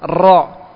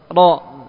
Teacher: Kemudian getarannya jangan lebih dari 2. · Shown in: second take